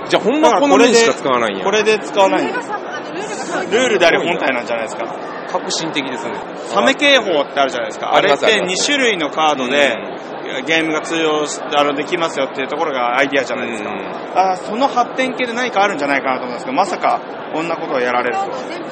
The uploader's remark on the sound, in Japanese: エッセンシュピール2016で練り歩きながらだべったり。今回も｢エッセン･シュピール2016｣スペシャル！プレス会場を見ながら。会場近くのホテルにて収録。